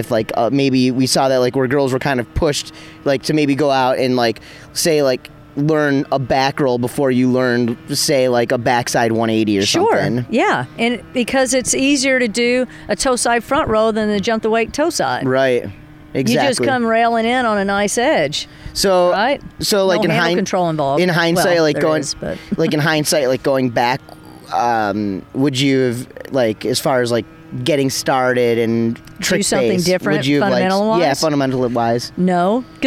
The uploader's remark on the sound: Recorded outside. Cathy’s Bed and Shred on Clear Lake. Recorded in Austria.